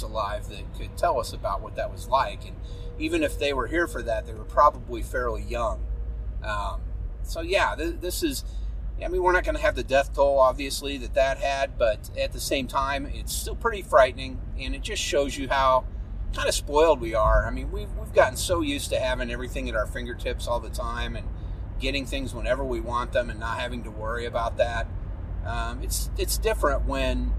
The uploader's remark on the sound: Sorry for the sound of my wiper blades scraping across the windshield.